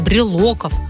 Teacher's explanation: Оно пришло к нам из французского языка и старается сохранить это важное ударное «о». Всегда на «о» будет ударение